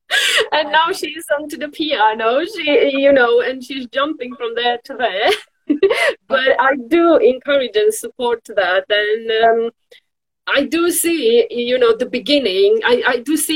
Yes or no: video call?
yes